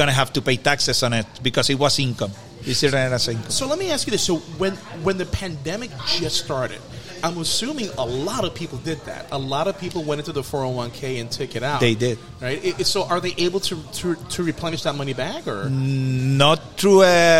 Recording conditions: busy venue